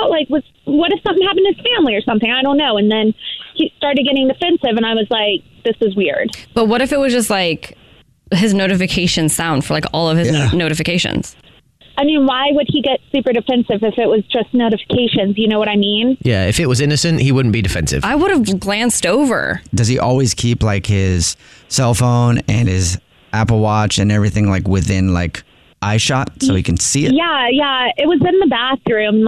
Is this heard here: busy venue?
no